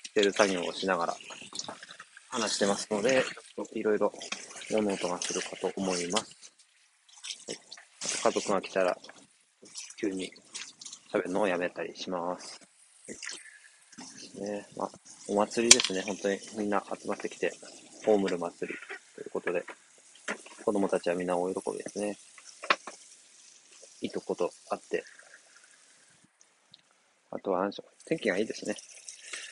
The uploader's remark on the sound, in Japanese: 屋外で話していますので雑音があります